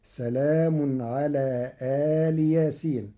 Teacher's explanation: قرأ ورش كلمة ال بفتح الهمزة ومدها وكسر اللام، فهي كلمة مفصولة عن ياسين، فتصير الجملة سلام على آل ياسين، على أن آل مضاف إلى ياسين.